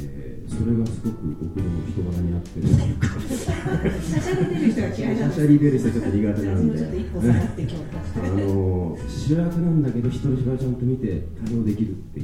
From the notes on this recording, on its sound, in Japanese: 今回は、7/9に行われた試写会の舞台をかりて、公開生収録を行ってきました。